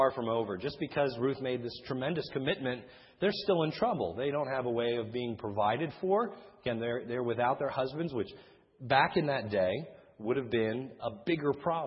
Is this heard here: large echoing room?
yes